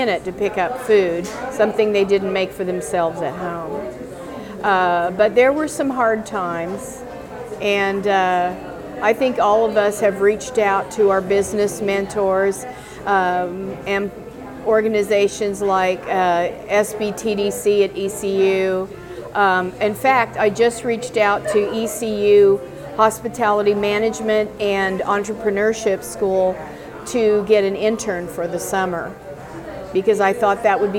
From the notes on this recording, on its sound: visits Café Madeleine to chat with owner